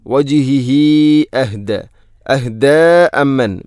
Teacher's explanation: ഹംസ വന്നാൽ മദ് മുൻഫസ്സിൽ പോലെ നീട്ടണം, നാലോ അഞ്ചോ ഹർക്കത്തിന് തുല്യമായിട്ട്, സുലത്തു തൊവീല.